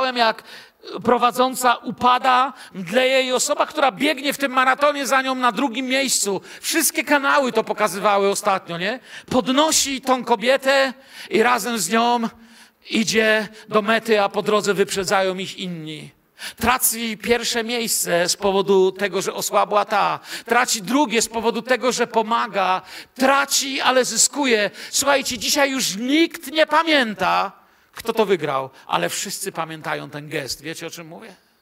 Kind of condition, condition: setting, large echoing room